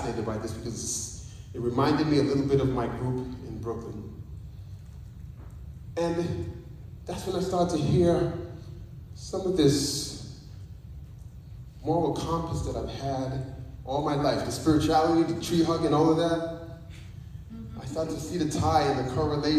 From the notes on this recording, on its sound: Recorded Live at Spring Hill Seventh Day Adventist Church! This is my first live testimony of that journey.